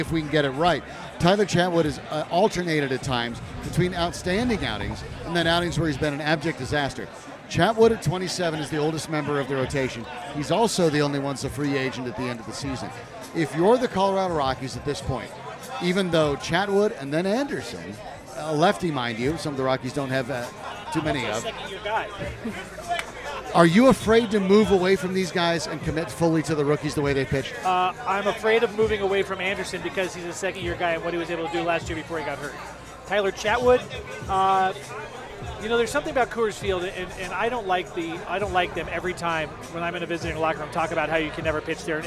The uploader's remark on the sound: live at Tap Fourteen